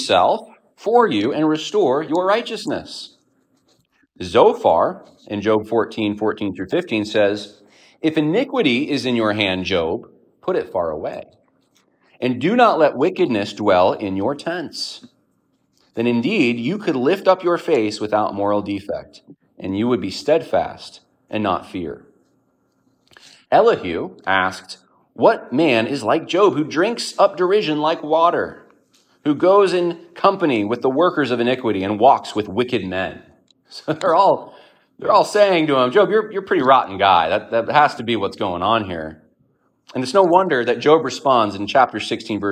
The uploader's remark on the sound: A sermon delivered on 12/10/2023 at Evangelical Fellowship Church